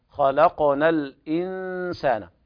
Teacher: الخاء تفخم والقاف حكمها القلقلة